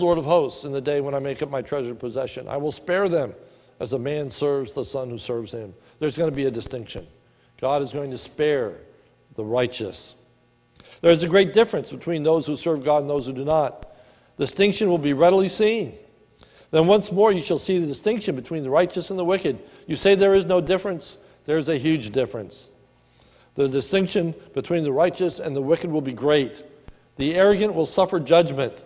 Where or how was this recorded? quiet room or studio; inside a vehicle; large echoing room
large echoing room